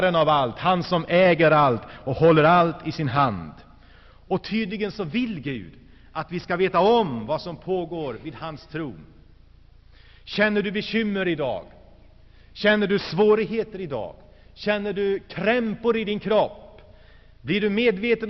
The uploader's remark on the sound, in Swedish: Inspelad i Saronkyrkan, G&#246;teborg 1985-02-03.